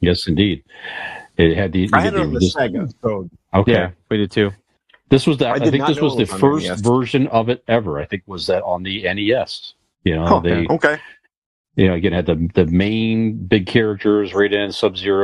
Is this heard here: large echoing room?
no